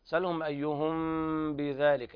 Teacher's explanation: إخفاء شفهي لوقوع الباء بعد الميم الساكنة، وقد نبهنا على هذا الحكم مرارا، حيث إن الشفتين تطبق إطباقا خفيفا حيث بدون ضغط أو كز على الشفتين لئلا تلتبس بالمضغم.